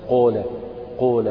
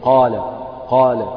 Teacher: رياضة فك، وفك مش معتاد أنه يفتحه مثلا بهذا الشكل، فيطلع يقرب الفكين من بعض وتطلع الألف كأنها واو · Shown in: first take · والضم الفتحة كأنها ضمة أو كذا، فهنا لابد الإنسان يروض فكه